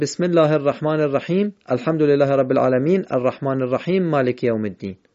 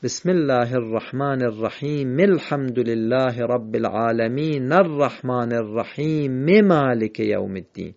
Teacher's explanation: این صدای ای آخر بسم الله باید خونده بشه در حالت وصل · Shown in: second take